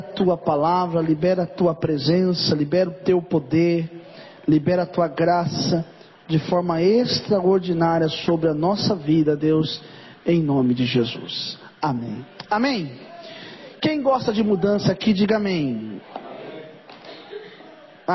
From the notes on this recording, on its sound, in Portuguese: Mensagem gravada em 11/04/2023 - Culto de Causas Impossíveis